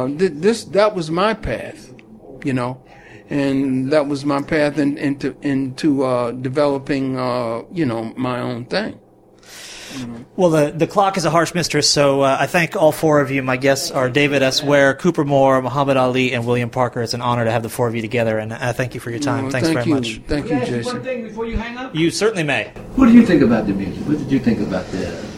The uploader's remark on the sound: This interview was recorded in the dressing room just after their performance at the 2011 Vision Festival.